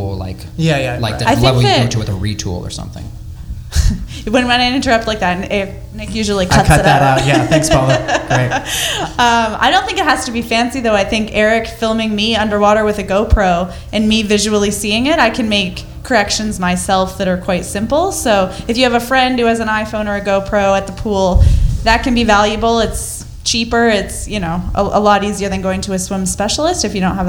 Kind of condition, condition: setting, live audience